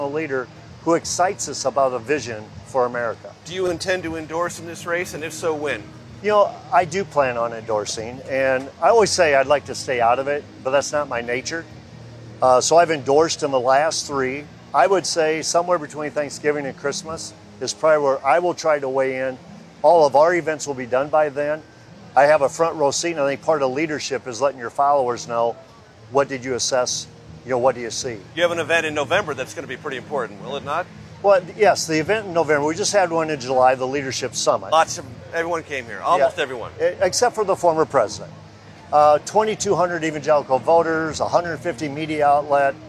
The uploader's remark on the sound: Live from the Iowa State Fair